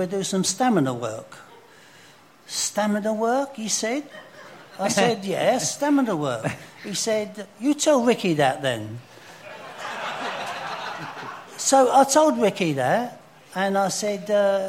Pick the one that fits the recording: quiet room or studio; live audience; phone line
live audience